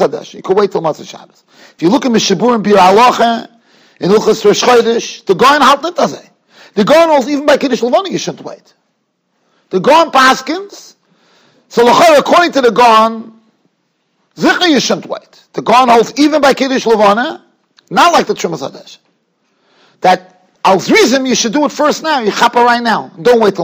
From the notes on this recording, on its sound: Shiur recorded in Yeshivas Ohr Reuven, Monsey, NY.